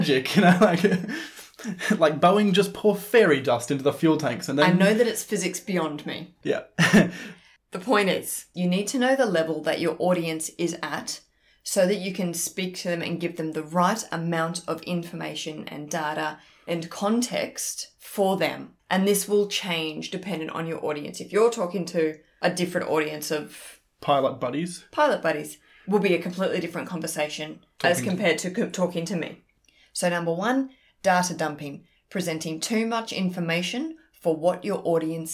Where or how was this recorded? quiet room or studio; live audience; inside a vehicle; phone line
quiet room or studio